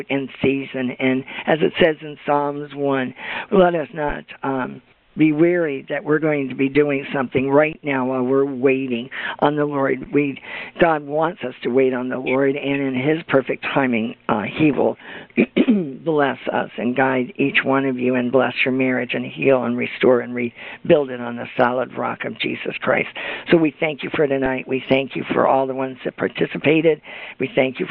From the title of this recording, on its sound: June 22, 2017 Conference Call